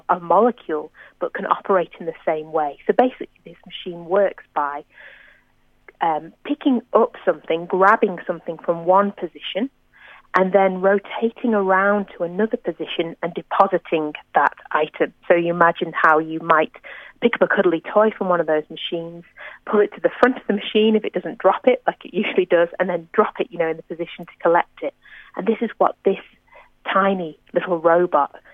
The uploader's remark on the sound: Over the phone.